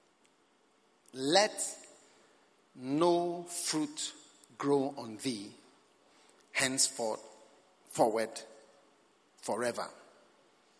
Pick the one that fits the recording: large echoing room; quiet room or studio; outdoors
large echoing room